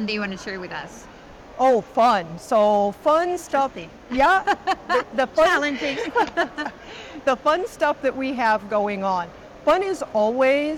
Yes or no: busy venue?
yes